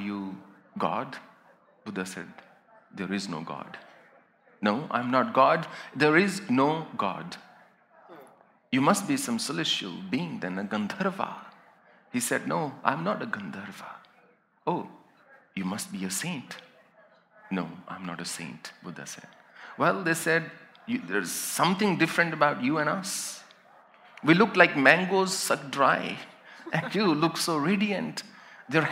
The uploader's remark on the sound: A live session from #JaipurLitFest2020.